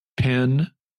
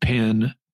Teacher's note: here in my part of the South, at least, Penn, P-E-N, and Pin, P-I-N, are pronounced the same.